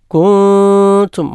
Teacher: സാക്കിനായ നൂനിൻ്റെ ശേഷം കുൻ, ആ സുക്കൂണുള്ള നൂനിൻ്റെ ശേഷം ഇഖ്ഫാബിനോട് അക്ഷരമായ ത എന്ന അക്ഷരം വന്നു. ത അപ്പോൾ കുന്തും മണിച്ച് മറച്ചോതണം, മണിച്ച് അവ്യക്തമാക്കി ഓതണം. തക്തുമൂൻ എന്ന് ഓതാൻ പാടില്ല. · Term: ഇഖ്ഫാ ബിഗുന്നയാണ്